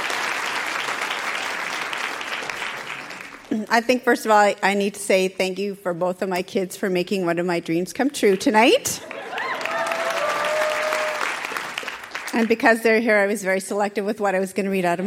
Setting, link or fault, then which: setting, live audience